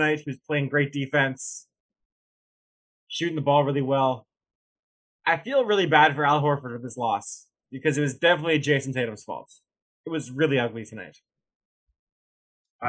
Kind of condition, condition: fault, poor sound quality